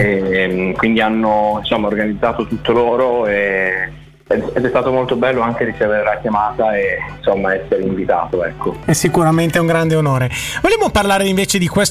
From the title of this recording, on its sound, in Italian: INTERVISTA TELEFONICA